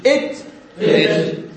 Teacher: الصويت اللي يتبع التاء لا تخلوه قوي كلش